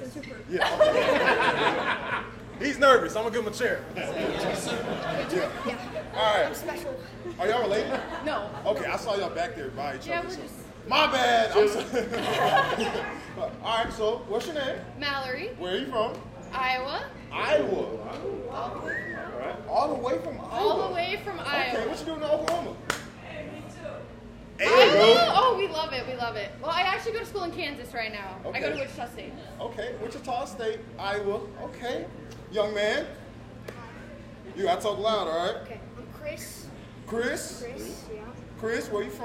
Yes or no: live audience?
yes